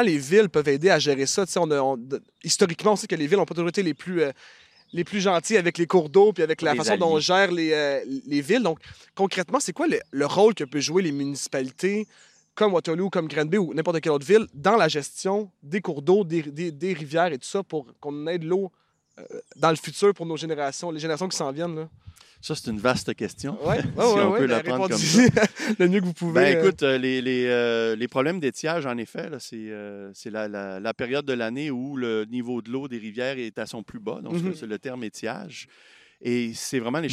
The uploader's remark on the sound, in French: Enregistré à l'extérieur, devant le Lac Waterloo.